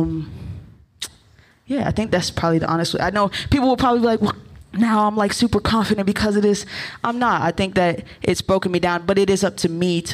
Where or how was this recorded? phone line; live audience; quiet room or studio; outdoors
live audience